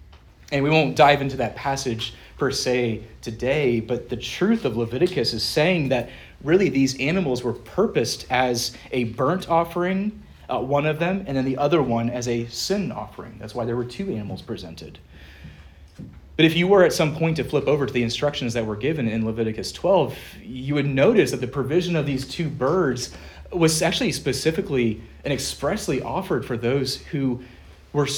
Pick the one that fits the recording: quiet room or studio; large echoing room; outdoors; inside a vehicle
large echoing room